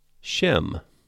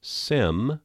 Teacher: In Greek and Latin, Shem becomes Sem because neither Greek nor Latin has any way of saying that sh sound of the Hebrew name. So Sem. And that's also true actually in the Russian Bible, even though they do have the sh sound, the name is Sem.